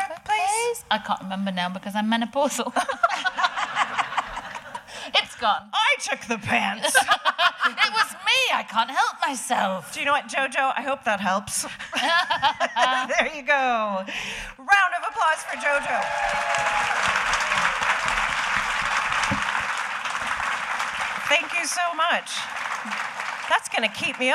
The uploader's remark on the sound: We finally heard from a member of the audience